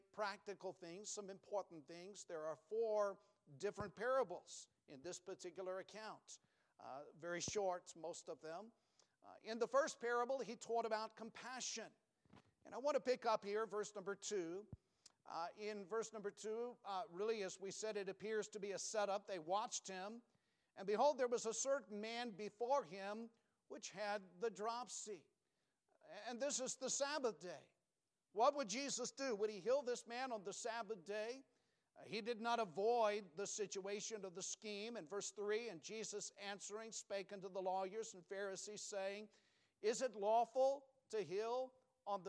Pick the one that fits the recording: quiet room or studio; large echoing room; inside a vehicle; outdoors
large echoing room